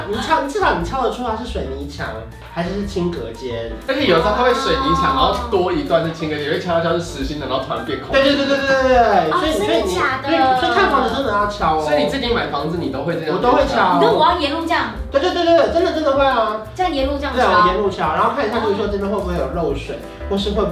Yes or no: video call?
no